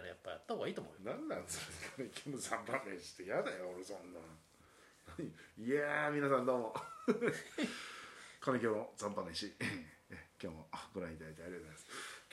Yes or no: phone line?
no